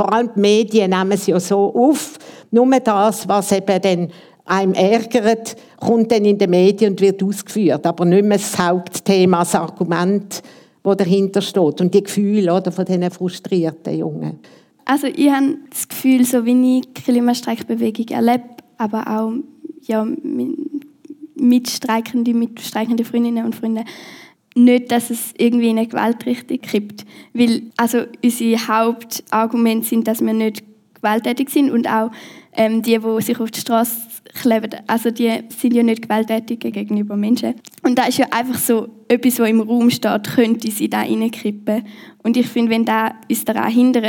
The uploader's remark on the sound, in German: Gespräch im Rahmen der Ausstellung «Natur. Und wir?» Live-Aufnahme im Stapferhaus vom 12.